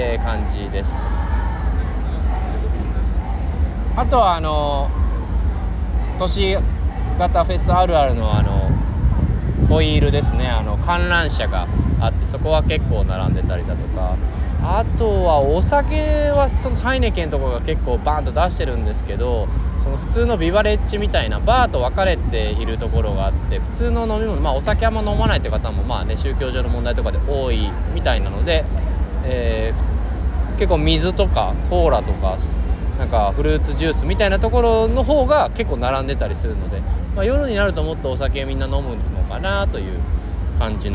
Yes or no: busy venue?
yes